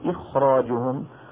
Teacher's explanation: إذا كانت الراء بدها تأثر في الخاء التي قبلها فتفخمها قليلا لأن الراء مفخمة · Term: تفخيم الخاء